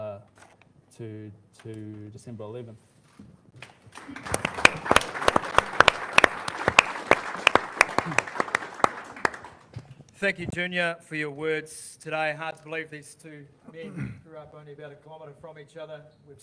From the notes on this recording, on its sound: Full press conference. Dec 11 in Auckland.